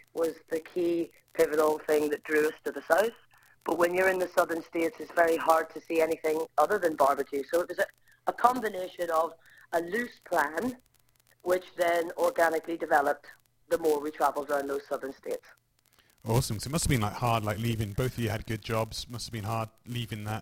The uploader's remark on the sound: Apologies on the audio quality, our computer messed up